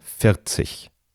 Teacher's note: Das R, das dann in der Mitte ist, das darf nur ganz kurz klingen.